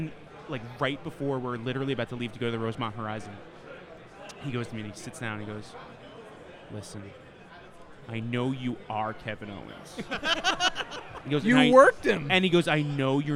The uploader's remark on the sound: Live From Podcast Row At Starrcast. Coming to you live from Starrcast.